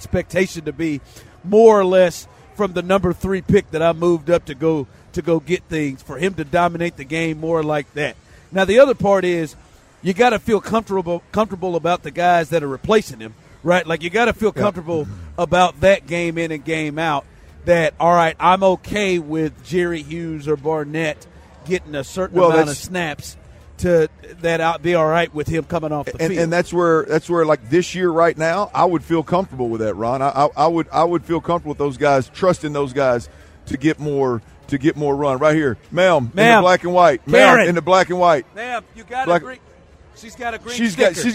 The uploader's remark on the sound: As THE DRIVE was broadcasting LIVE for Football Friday from the George R Brown Conventions center.